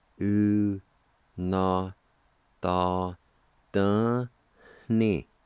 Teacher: And the second part, the very end, the end sound would be nasalized.